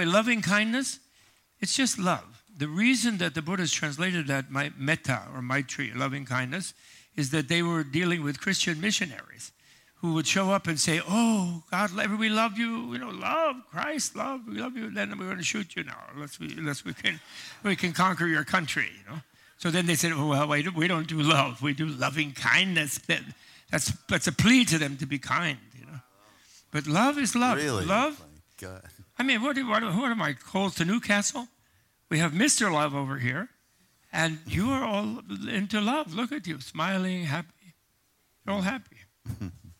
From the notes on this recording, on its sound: Live from the 2018 “ Spring on Maui ” retreat